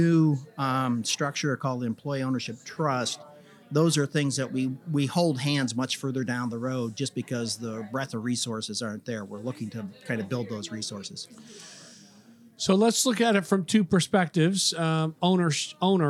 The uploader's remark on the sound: Recorded at this year’s annual Florida Economic Development Council Conference hosted at Sheraton Orlando Lake Buena Vista Resort. This and the following segments were recorded at this year’s annual Florida Economic Development Council Conference hosted at Sheraton Orlando Lake Buena Vista Resort.